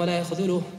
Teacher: بفتح الياء وإسكان الخاء وضم الذال المعجمة